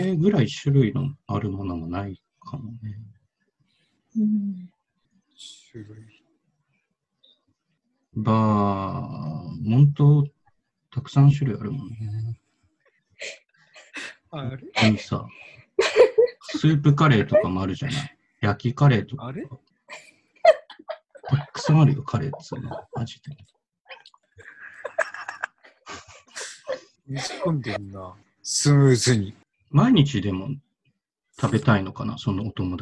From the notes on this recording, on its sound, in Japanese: 収録地：それぞれの家や職場（zoom収録）